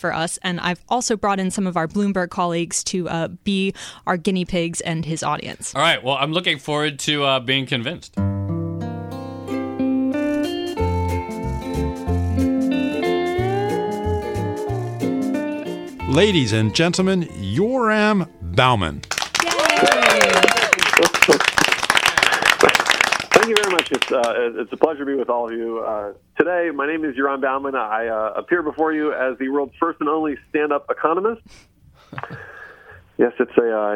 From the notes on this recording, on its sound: stand-up routine performed over cell phone to an audience of five business journalists